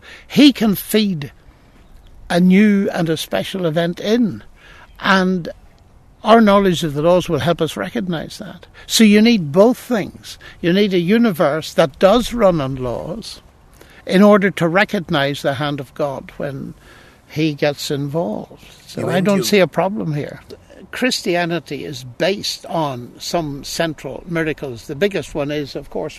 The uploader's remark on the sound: Sits down for tea in the gardens of Green Templeton College. We sit down in the gardens of Green Templeton College.